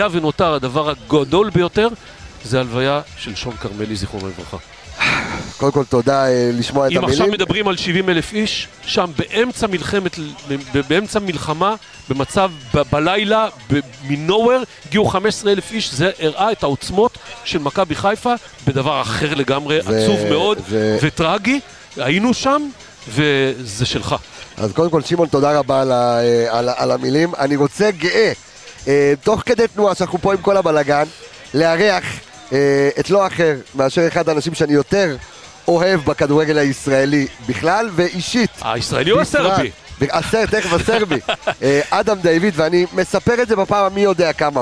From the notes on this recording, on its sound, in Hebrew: פרק שהוקלט בחגיגות האליפות מס' 3, הרבה רעש, ים בלאגן